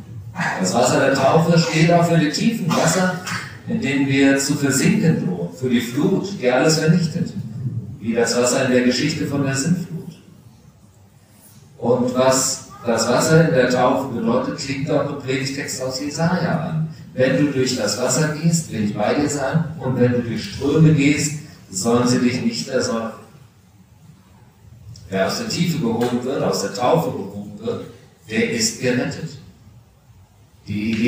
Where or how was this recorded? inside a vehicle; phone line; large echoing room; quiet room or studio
large echoing room